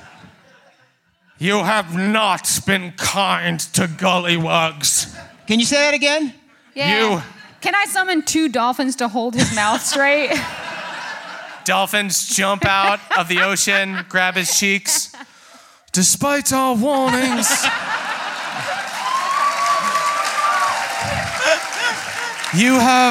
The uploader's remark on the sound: NADDPOD Live in Manchester